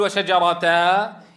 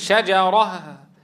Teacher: يحذف التنوين ويوقف على هاء التأنيث بالسكون · Shown in: second take